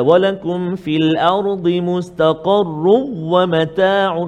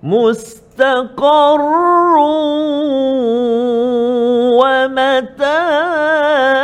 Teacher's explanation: Kita cuba dengung dua harakat. · Shown in: second take · mus مستقر ومتاع satu, dua, tiga.